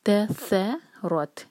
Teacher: تا light ثا light اور اس کے بعد را ہیوی. ثا جو ہے اس کو سین کا ساؤنڈ نہ دیں.